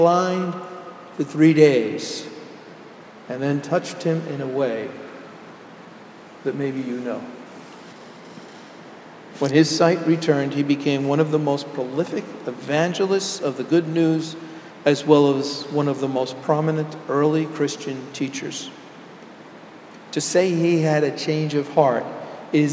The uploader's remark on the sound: Sermon delivered at Jan Hus Presbyterian Church and Neighborhood House.